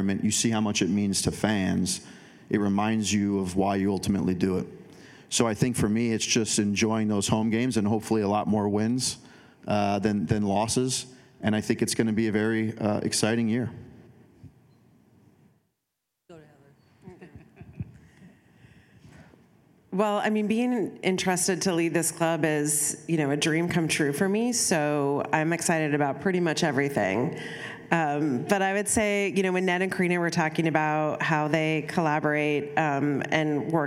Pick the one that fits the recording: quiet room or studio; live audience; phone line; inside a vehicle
live audience